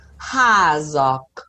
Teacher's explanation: Por ejemplo, has es casa. Ahora, yo no puedo decir hask, es impronunciable. Entonces lo voy a unir con una vocal